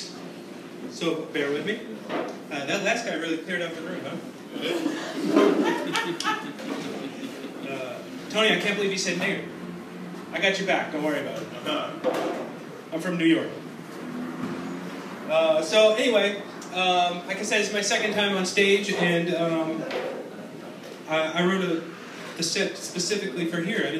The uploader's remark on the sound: on stage AT BrainWash Café SF, CA March 30th 2016.